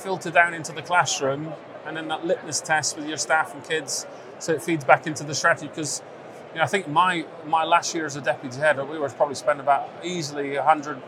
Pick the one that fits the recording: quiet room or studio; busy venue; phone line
busy venue